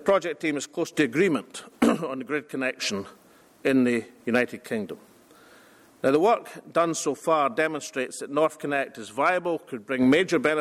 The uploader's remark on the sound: First Minister speaks at International Renewables conference in Bergen.